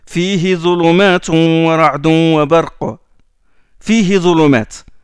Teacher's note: On ne prolonge pas le ha parce que derrière il y a un soukoun, il y a le ya.